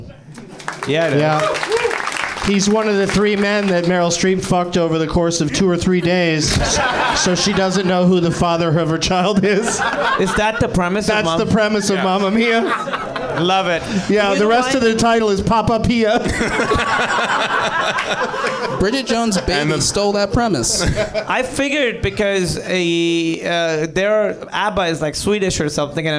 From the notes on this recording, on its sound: Live from the NerdMelt Showroom in LA